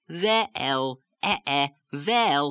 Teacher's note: So you sort of have to extend the one syllable into two to draw out the vowel. You're almost making a diphthong or a double vowel out of it, or saying the vowel pronunciation, well, well, saying it twice. · Term: Yiddish lilt